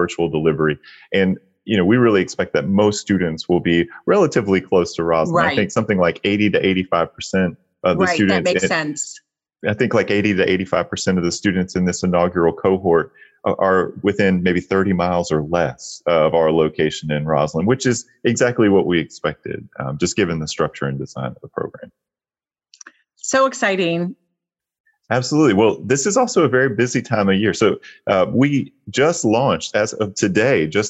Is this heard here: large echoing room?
no